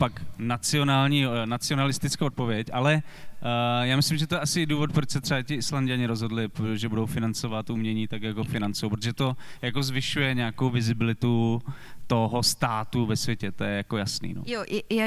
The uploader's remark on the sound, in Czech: Tento díl podcastu Kolaps se nahrával živě na festivalu audiovizuálního umění a alternativní elektronické hudby Lunchmeat v korzu Národní Galerie v Praze.